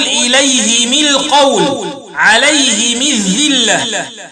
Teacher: قرأ أبي عمرو بكسر الهاء والميم وصلا يقول إليه من القول عليه من ذلة، وقرأ بإسكان الميم وكسر الهاء وقفا يقول إليهم عليهم.